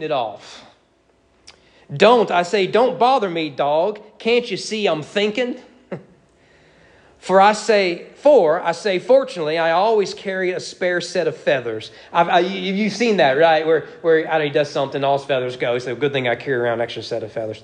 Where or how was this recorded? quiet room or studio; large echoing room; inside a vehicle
large echoing room